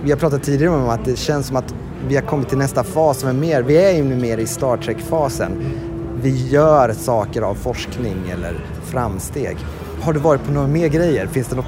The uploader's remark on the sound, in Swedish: I kanske det mest stökiga avsnittet hittills i poddserien. Vi spelar in avsnittet på Hiltons balkong, och Austin visar prov på att vara live music capital of the world.